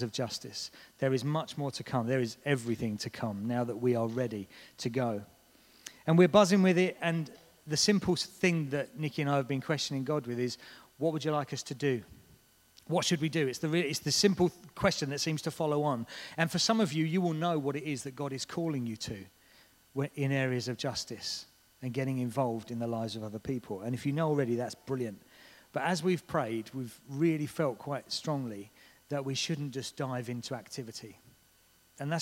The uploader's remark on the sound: This was recorded at Skylark Church on 8th September 2019.